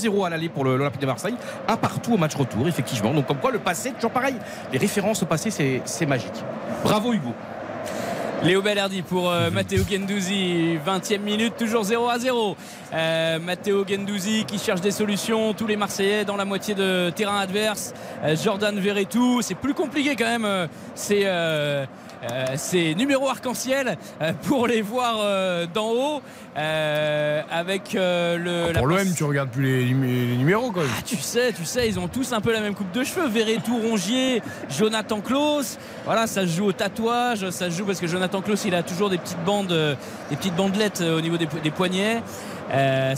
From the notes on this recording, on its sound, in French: en direct du stade Vélodrome